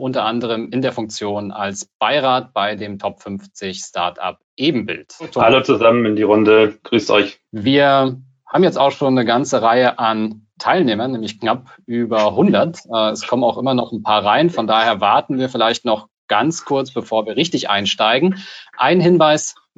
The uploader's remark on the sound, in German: Die Podcast-Folge ist ein Mitschnitt unseres Webinars auf unserer Plattform Top 50 Start-ups